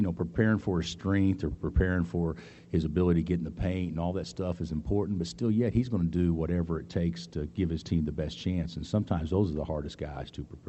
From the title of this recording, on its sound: Press Conferences & Post-Game Interviews